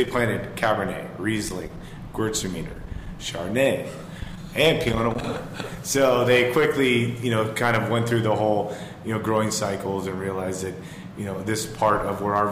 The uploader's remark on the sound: In the fourth installment of the Healdsburg Wine and Food Experience series, live from the Hotel Healdsburg.